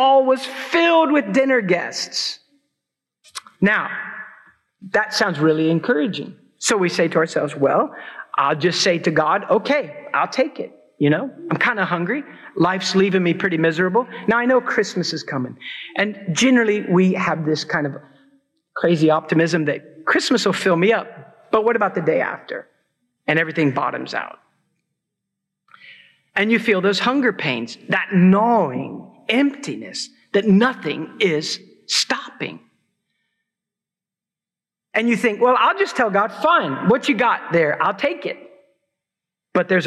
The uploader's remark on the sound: preached at Christ Church New Albany